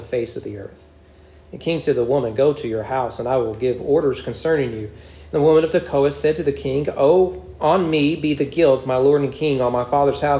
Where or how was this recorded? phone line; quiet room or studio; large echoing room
large echoing room